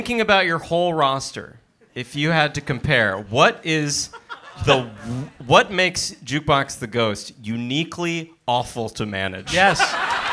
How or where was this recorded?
live audience